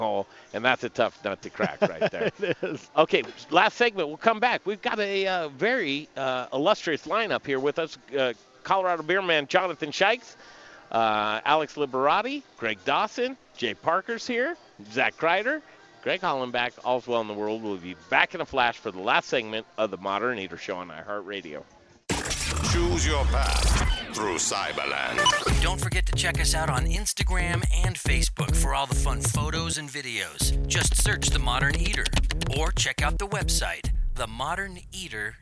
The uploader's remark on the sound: Colorado Beer Week! Briar Common Brewery and Eatery play host to Dedication Tattoo, and The Modern Eater Show for this live broadcast!